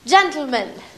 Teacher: She does lateral plosion on words like gentleman.